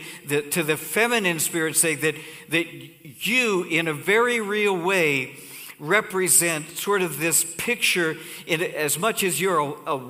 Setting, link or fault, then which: setting, large echoing room